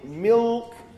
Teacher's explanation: the tongue sort of moves up slightly towards the velum. All right? So, it depends on whether it follows a vowel or not.